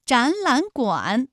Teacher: 应该是第一个音节、第二个音节都变成三五，就是二声